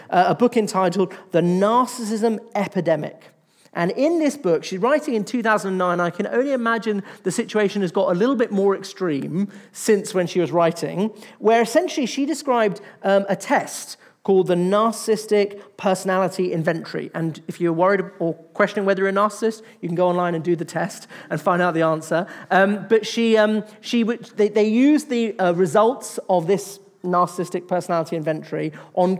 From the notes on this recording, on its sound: In this episode from our latest Salt Live event on 6th of February 2024.